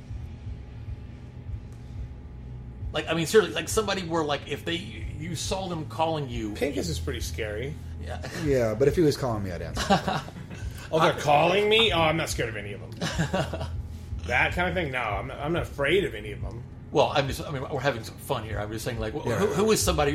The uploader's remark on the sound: Recorded backstage at long-time Dallas landmark Trees in Deep Ellum